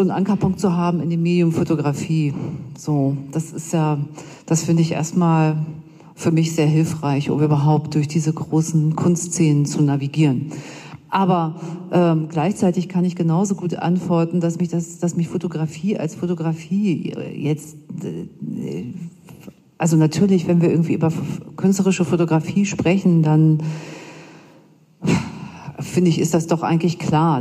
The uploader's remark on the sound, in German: Auszüge aus dem Podiumsgespräch. Im Rahmen der »Biennale düsseldorf photo+«.